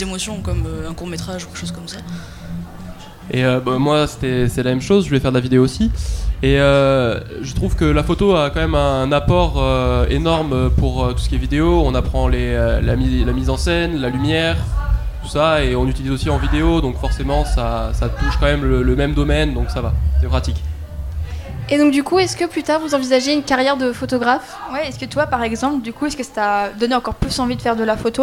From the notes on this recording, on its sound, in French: Delta Fm est allée au Nouveau Festival à Cenon (33)